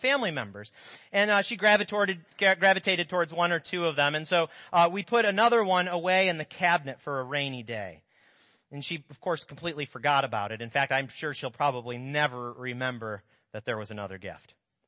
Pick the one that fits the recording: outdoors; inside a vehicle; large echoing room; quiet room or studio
large echoing room